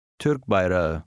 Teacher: The last vowel is silent.